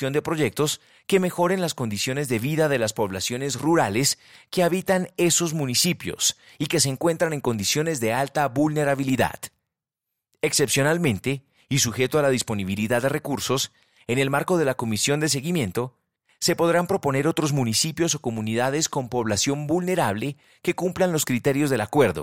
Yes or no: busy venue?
no